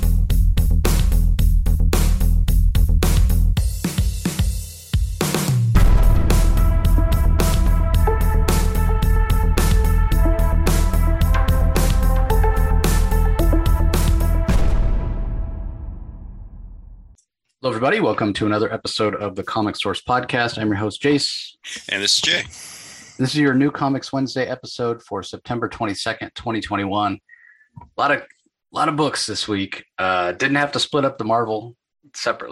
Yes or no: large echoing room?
no